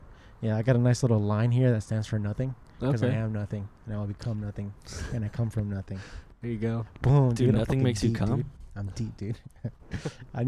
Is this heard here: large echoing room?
no